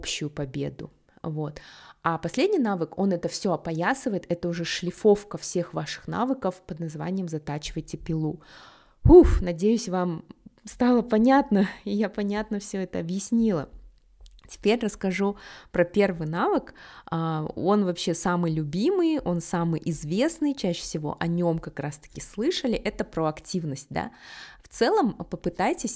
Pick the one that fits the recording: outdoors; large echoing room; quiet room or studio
quiet room or studio